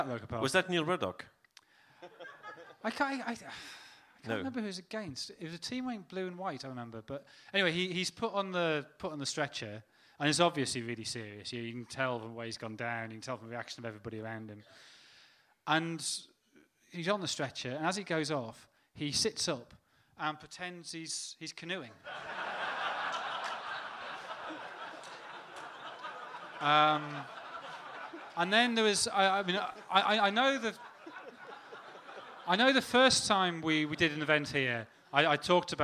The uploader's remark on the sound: The second half of our Q&A event at Dublin’s Sugar Club held on Monday 24th April. Some of the comments made on the night were strictly off the record, so you’ll notice a couple of dips in the sound on occasion.